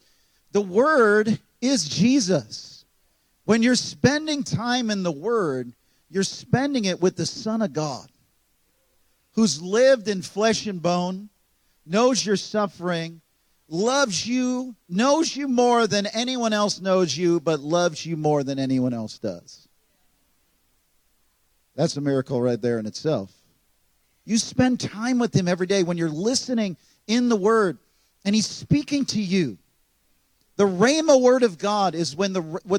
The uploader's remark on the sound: This message was recorded on March 26, 2023, at Gateway Church in Richmond, Indiana.